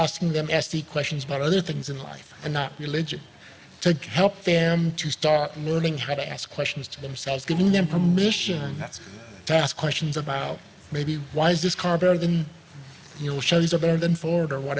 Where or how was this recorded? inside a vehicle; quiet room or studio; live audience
live audience